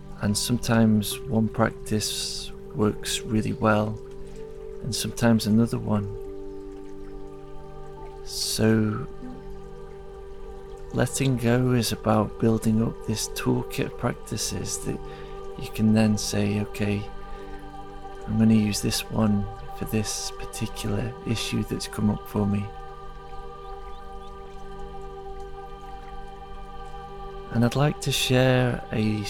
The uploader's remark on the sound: It's recorded in the forest, so you will hear the sounds of nature. The soundtrack contains sound healing.